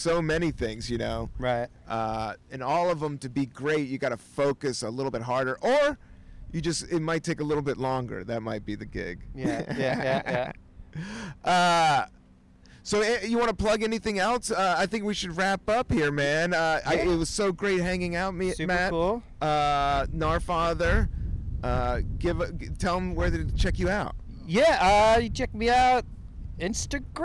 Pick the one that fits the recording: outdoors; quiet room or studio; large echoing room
outdoors